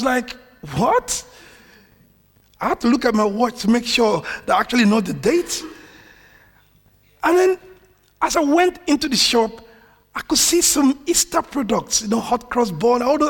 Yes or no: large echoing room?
yes